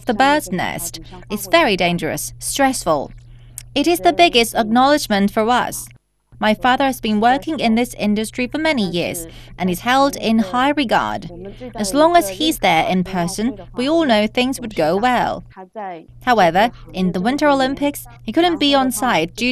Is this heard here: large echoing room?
no